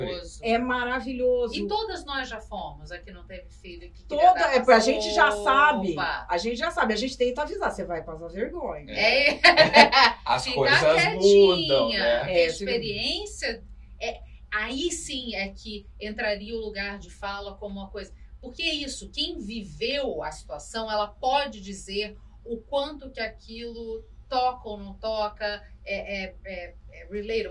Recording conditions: poor sound quality